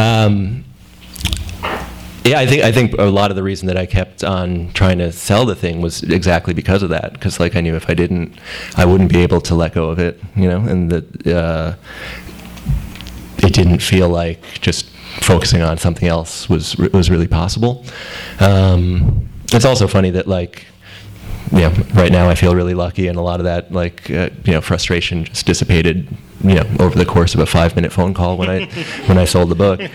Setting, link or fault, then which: setting, live audience